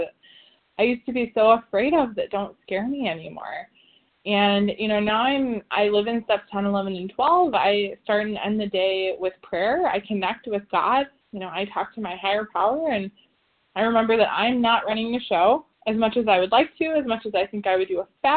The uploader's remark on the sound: the 100 Pounders Phone Meeting on 11/1/20